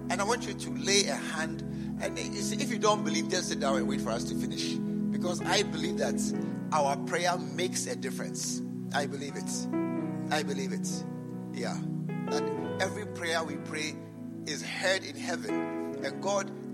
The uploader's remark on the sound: preached at the True Vine Cathedral, Bantama